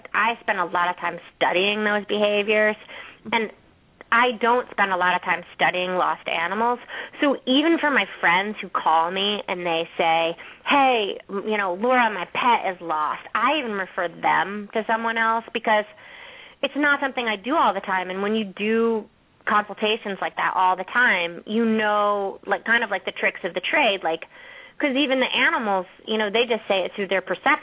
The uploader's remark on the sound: open up the lines for listeners to call